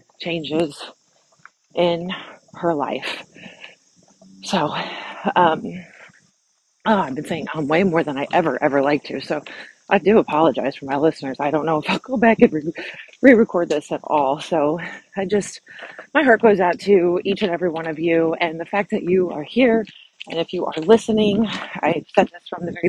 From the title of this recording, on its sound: her walk & talk